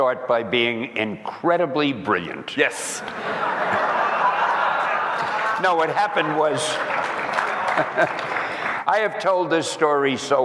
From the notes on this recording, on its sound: This Q&A style podcast was recorded at the NAB Show in Las Vegas on April 14th in front of many fans.